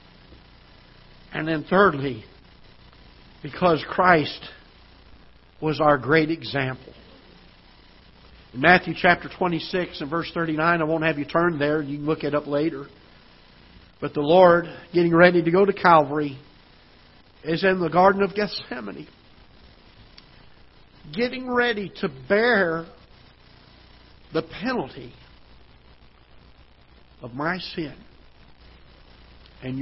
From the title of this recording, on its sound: Ketha Heights Baptist Church ~ Live Broadcast